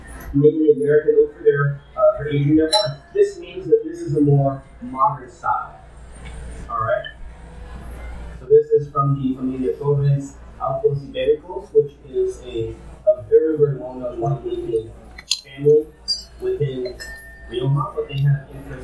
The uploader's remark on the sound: The event took place at Soulmate in Los Angeles and was sponsored by the Food and Wines of Spain. The audio was a bit difficult to manipulate to equal in volume throughout, so I do apologize for that.